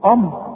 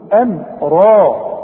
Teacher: رقق الهمزه ورقق الميم هنقول امرا · Shown in: second take